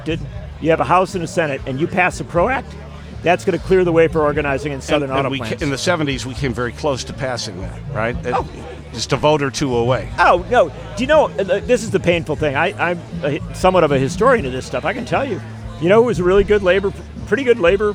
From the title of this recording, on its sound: Live from LaborFest 2023